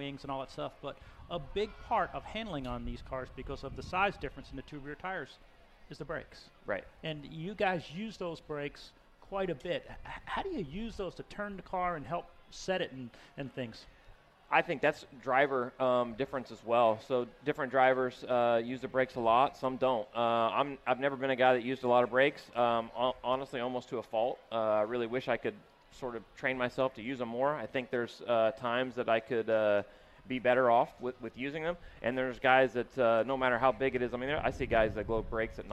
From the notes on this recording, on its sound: special edition of Winged Nation LIVE from the Nashville Fairgrounds!